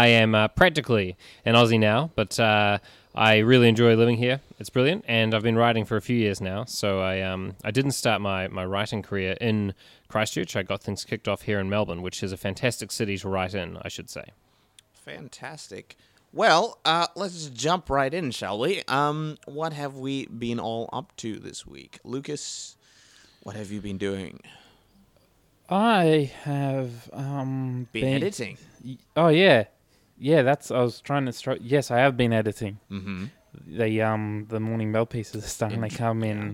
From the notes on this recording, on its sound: Recorded live at the Brunswick Street Bookstore.